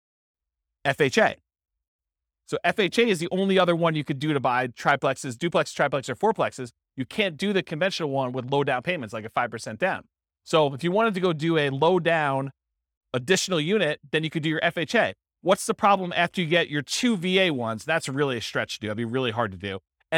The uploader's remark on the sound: This was a live class recorded